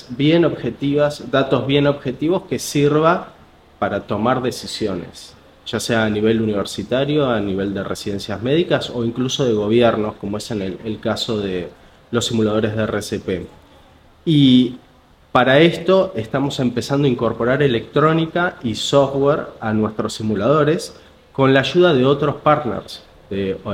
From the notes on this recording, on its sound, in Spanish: Estos episodios especiales están grabados en el marco del Día del Emprendimiento en el CMD-Buenos Aires.